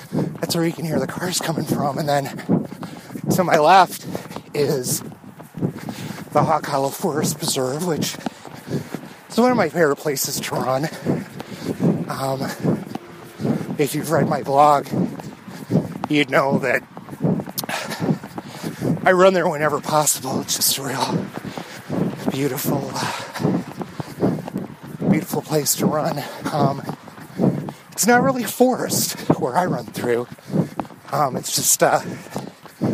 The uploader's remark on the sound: I hit the road for a couple of easy miles and after some technical difficulties finished my thoughts at home.